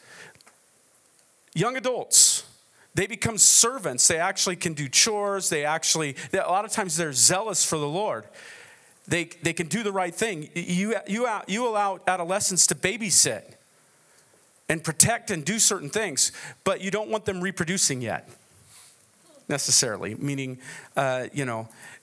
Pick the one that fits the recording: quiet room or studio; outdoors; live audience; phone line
live audience